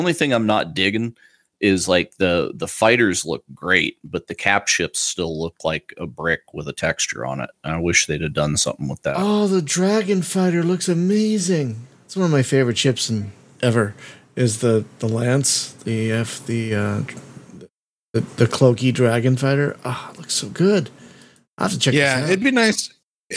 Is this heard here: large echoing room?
no